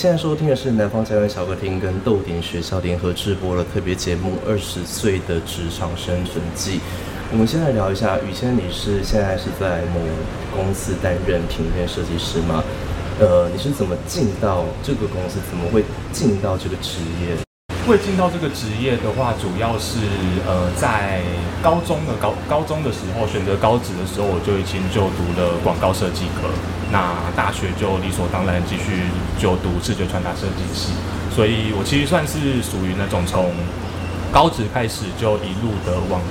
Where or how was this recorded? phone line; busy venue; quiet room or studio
busy venue